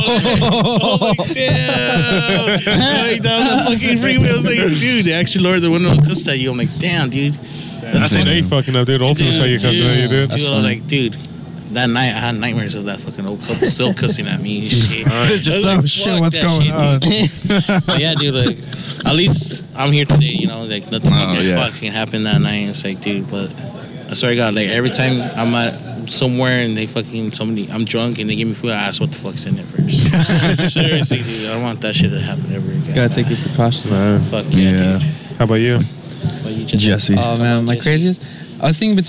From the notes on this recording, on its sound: At their live event at the Lexington.